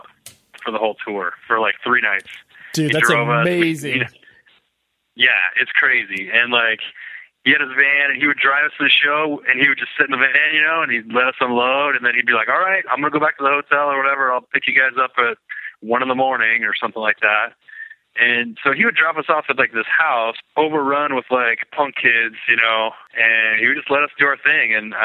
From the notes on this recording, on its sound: over the phone